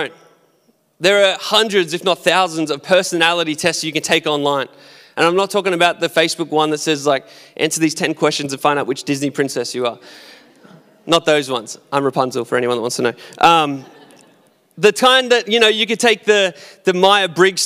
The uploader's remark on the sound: Recorded at our live gathering on the 28th of February 2021.